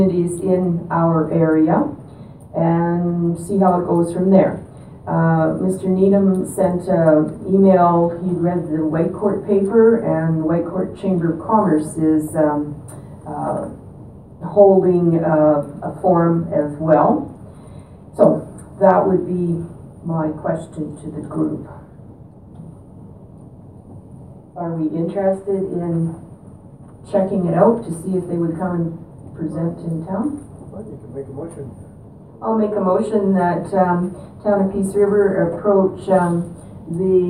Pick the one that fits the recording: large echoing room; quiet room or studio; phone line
large echoing room